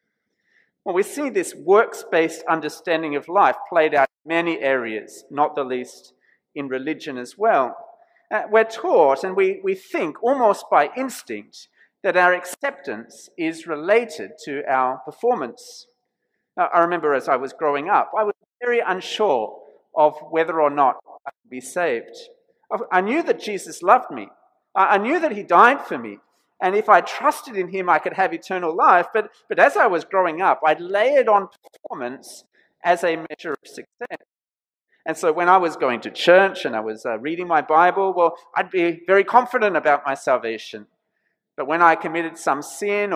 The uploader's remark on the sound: This sermon was preached at St George's Church, Penang on 26th March 2021.